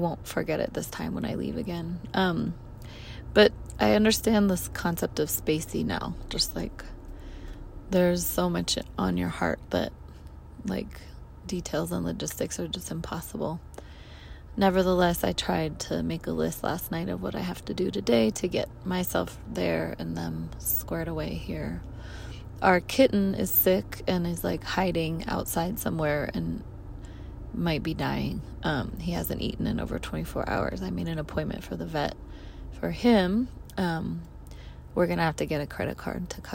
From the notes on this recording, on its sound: Records a voice memo in her car.